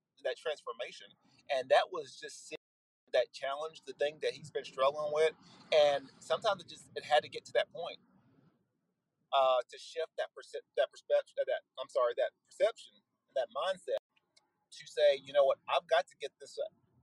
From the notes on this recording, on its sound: Bonus recorded content that I did while on the road to a wrestling practice.